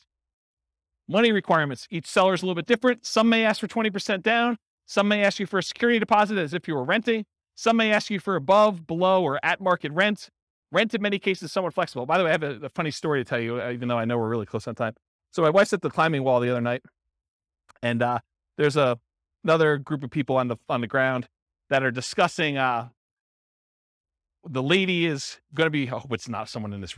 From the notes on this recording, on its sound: Real estate entrepreneurs in Lawrence, Kansas. This was a live class recorded. The live in-person version.